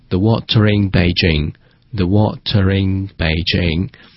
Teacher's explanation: 英式英语中这个 water 和后面的 in 是连在一块的 · Term: 连读